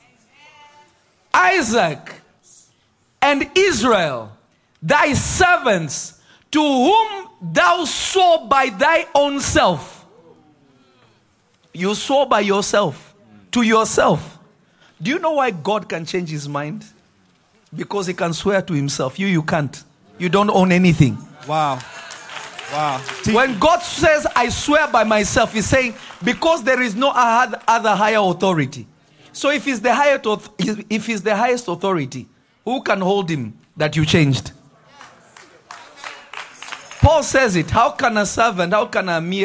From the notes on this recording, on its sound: This Episode was recorded live at Revelation Church in Simi Valley, CA.